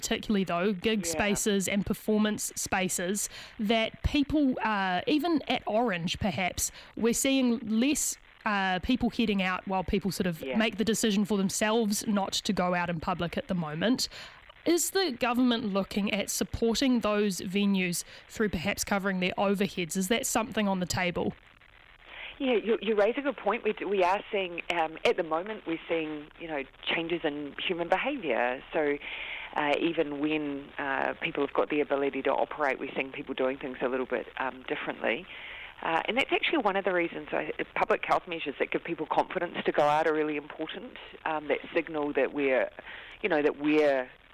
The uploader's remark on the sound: The Prime Minister phones up for a chat.